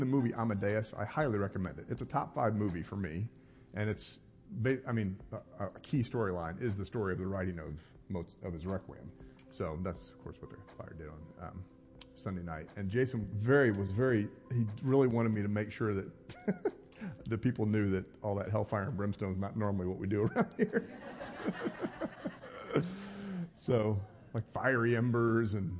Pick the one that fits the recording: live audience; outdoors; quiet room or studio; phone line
live audience